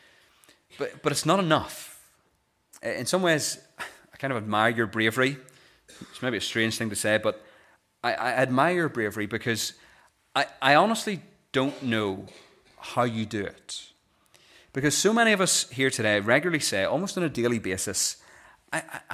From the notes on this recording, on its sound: This is the recording of the Bible reading and sermon from our morning service on Sunday 24th December 2023.